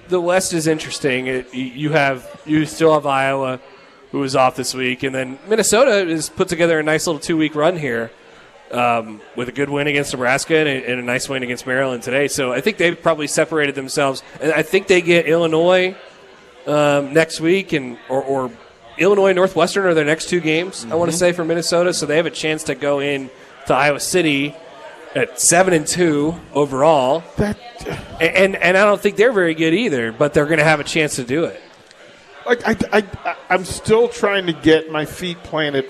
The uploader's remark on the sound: Live from Upside Bar and Lounge (27th & Pine Lake)